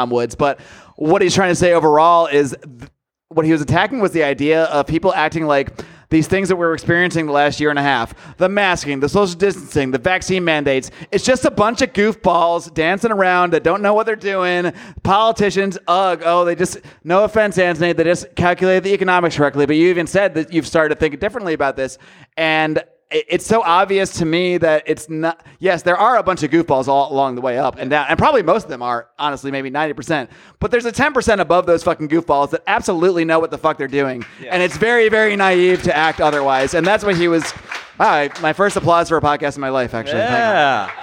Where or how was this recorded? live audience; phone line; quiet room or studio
live audience